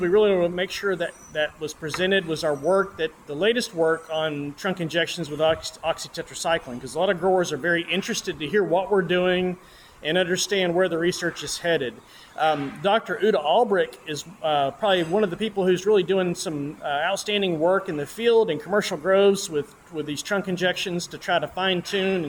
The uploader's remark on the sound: Speaks live and on-the-scene during the Florida Citrus Industry Annual Conference in Bonita Springs. Hosted by Florida Citrus Mutual.